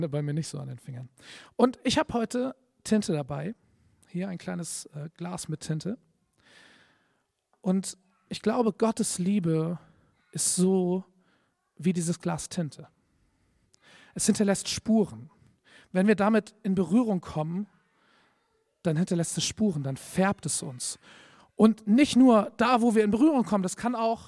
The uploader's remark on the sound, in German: Predigt im Rahmen des GreifBar+ Gottesdienstes